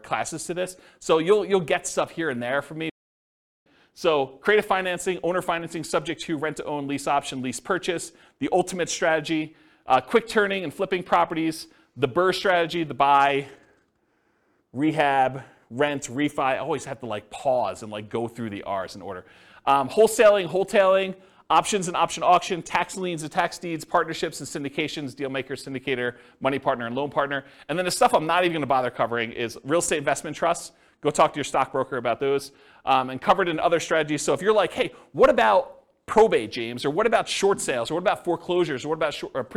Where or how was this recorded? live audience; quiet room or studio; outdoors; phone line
live audience